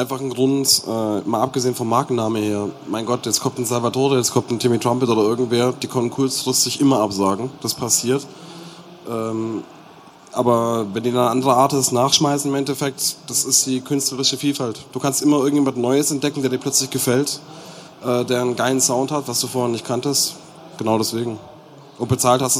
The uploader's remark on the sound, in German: Live von der Mixcon 2020. Auf der Mixcon in München und haben dort einen Live-Podcast gehalten und aufgenommen (daher auch die etwas schlechtere Audioqualität als gewohnt).